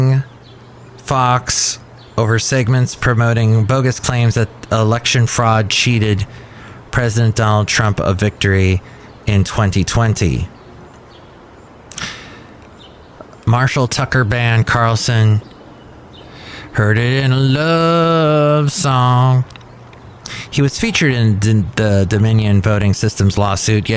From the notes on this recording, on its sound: podcasts live from Café Anyway